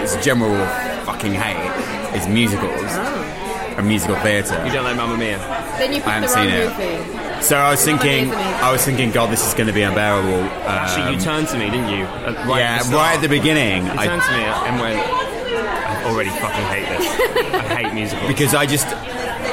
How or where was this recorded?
busy venue